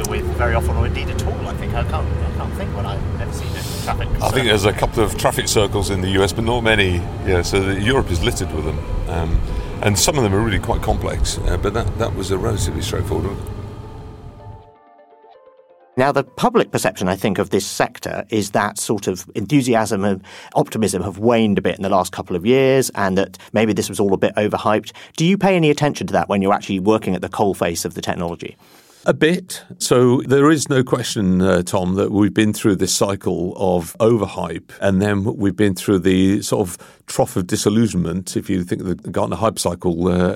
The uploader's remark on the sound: Takes a ride in a self-driving car in London.